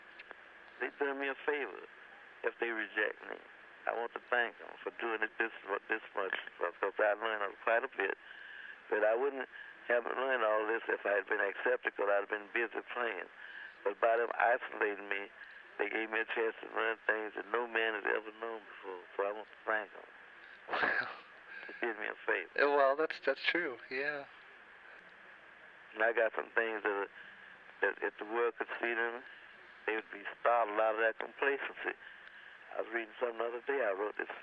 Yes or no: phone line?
yes